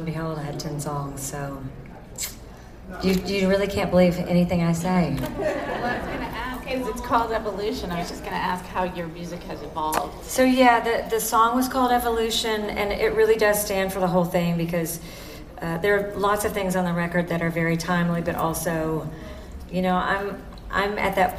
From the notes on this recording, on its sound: we take you inside the venue for the Press Conference